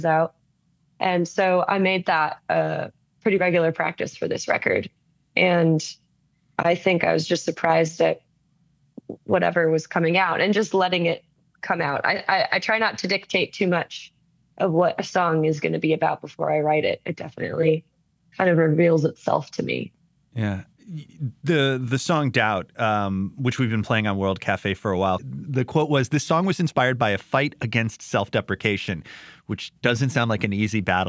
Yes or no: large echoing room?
no